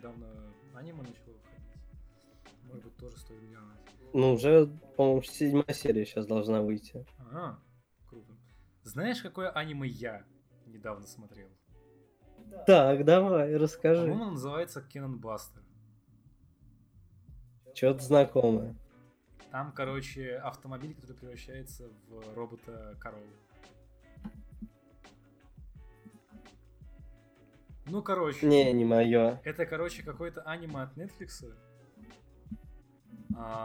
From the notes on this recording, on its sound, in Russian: Заранее извиняемся за звук. Забыл про колонки.